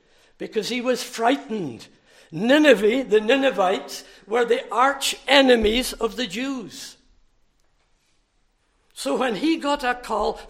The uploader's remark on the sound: recorded at North Harris Free Church on the morning of Sunday, 29 July 2023